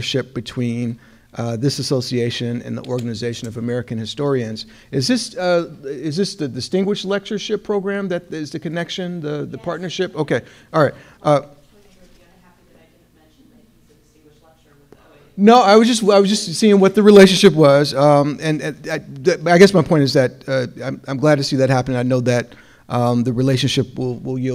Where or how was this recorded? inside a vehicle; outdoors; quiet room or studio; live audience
live audience